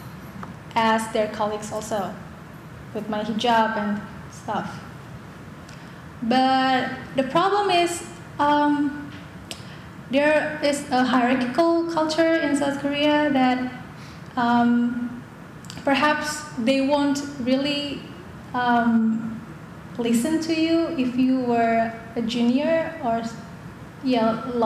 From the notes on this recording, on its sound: In front a live audience at the Jane Addams Hull-House Museum.